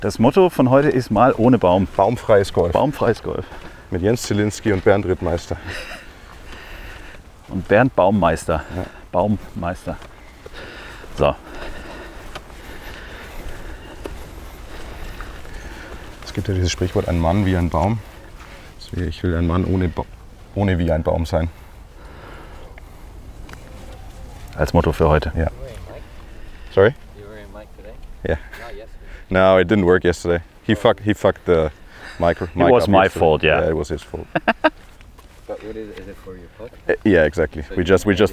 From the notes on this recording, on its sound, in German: 9 Loch im Wittelsbacher GC Mic´d up. Beide waren die gesamten 18 Loch über verkabelt und heute hörst Du die ersten neun Loch dieser Runde.